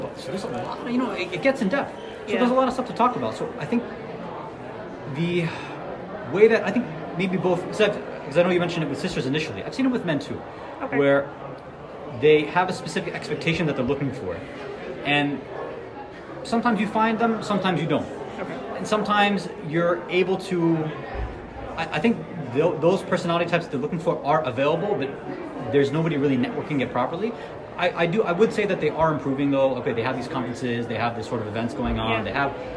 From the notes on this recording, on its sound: Live at the Muslim Group of USA and Canada's 39th Annual Conference in Chicago, IL. This special podcast is one of four live episodes recorded during the Conference.